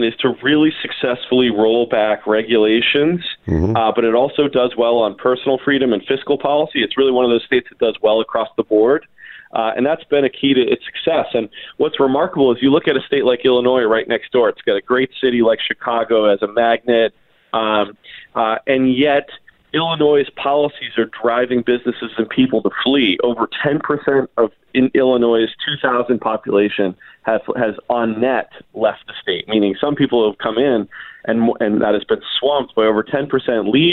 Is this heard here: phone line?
yes